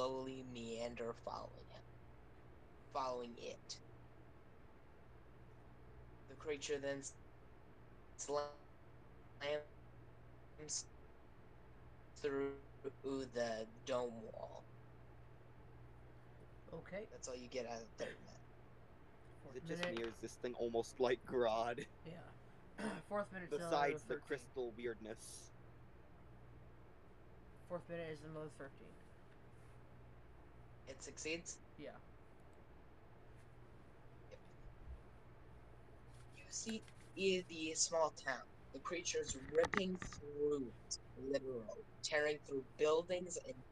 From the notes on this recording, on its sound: This session was recorded with the volume kinda low, so, sorry about that!